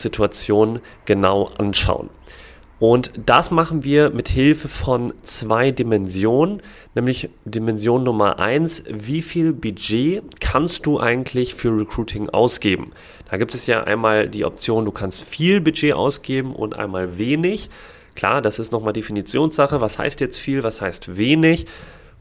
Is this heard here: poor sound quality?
no